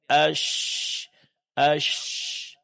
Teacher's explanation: ketika mengucapkan huruf shin, udara tidak keluar hanya dari satu titik sempit, akan tetapi menyebar di dalam rongga mulut · Term: at-tafasyi